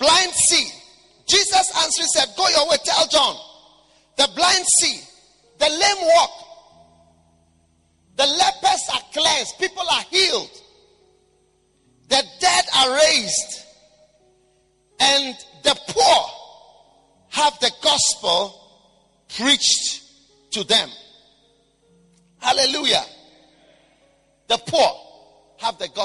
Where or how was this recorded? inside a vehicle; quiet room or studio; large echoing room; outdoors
large echoing room